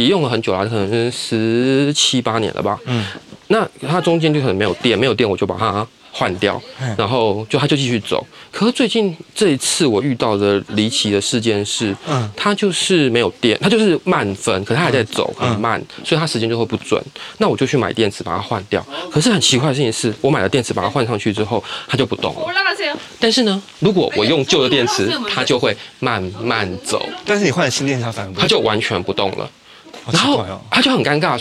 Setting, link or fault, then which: setting, outdoors